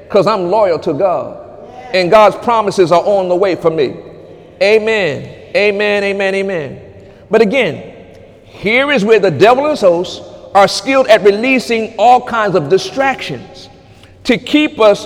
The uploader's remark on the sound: During Sunday morning service on June 24, 2018